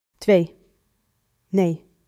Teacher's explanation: Dutch EE is pure, one sound, held steady. Like the Spanish letter E said clearly. · Term: long EE